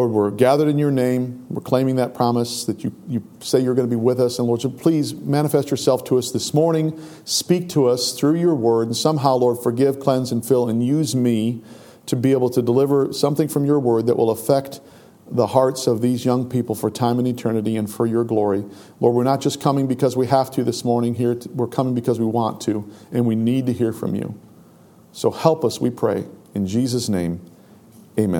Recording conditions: large echoing room